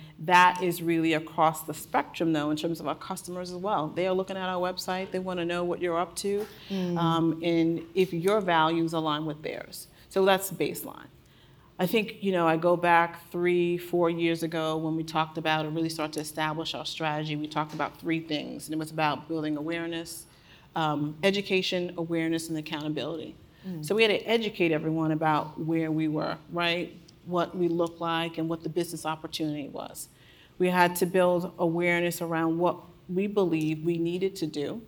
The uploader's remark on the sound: This episode was recorded during a session at the Women in Retail: On the Road New York City event last month.